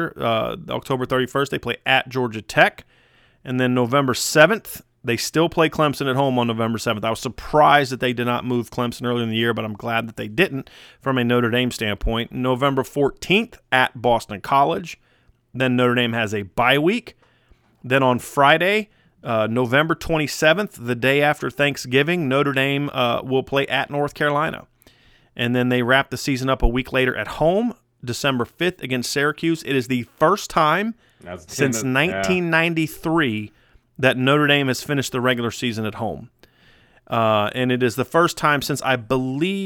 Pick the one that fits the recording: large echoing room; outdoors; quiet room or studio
quiet room or studio